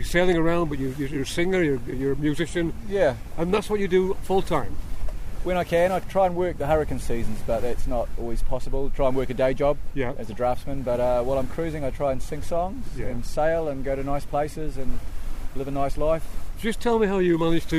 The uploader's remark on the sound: This month I take you aboard the 1928 50ft, 22-ton Alden Schooner Charm III as we race in the Antigua Classic Yacht Regatta.